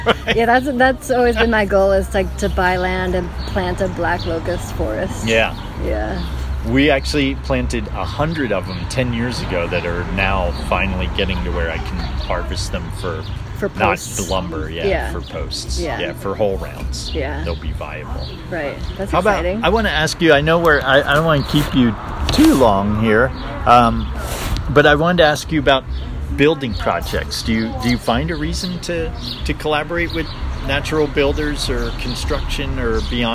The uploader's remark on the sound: Please pardon some of the background road noise due to our street side cafe setting.